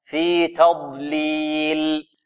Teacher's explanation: التاء هذه ماذا؟ مرققة والضاد مفخمة